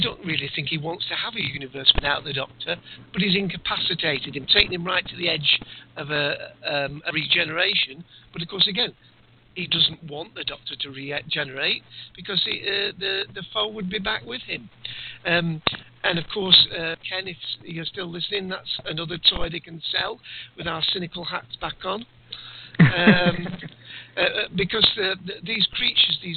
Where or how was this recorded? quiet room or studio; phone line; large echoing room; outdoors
phone line